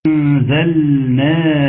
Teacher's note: انزلناها إخفاء للنون، نون أتى بعدها حرف الزاي، وبالتالي يكون حكمها الإخفاء